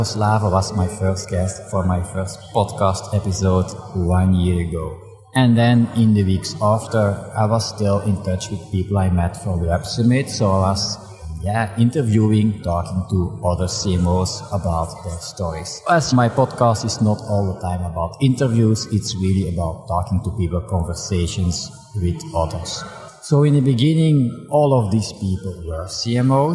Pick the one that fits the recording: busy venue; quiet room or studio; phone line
busy venue